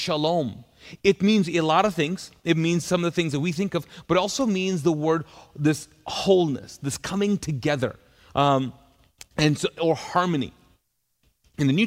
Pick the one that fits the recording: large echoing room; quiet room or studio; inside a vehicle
large echoing room